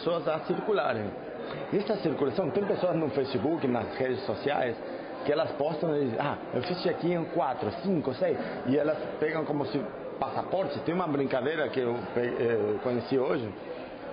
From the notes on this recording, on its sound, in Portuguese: Fizemos uma viagem pela noite dos museus. Com a abertura de 14 espaços culturais. Este convite sonoro inclui música, além de trazer entrevistas com o público presente e o idealizador do evento.